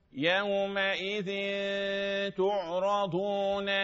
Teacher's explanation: العين اللي فيها بعبعة لولا البعبعة اللي في العين لكانت حاء